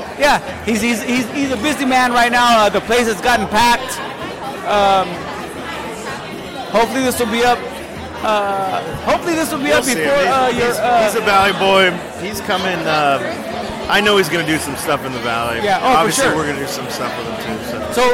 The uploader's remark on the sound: At Shady Oak Barrel House in Santa Rosa, CA for San Francisco Beer Week. Recorded at Shady Oak Barrel House in Santa Rosa, CA in February, 2019.